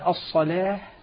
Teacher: هناك فرق بين أن أقول الصلاة بتنحيف اللام وهو الترقيق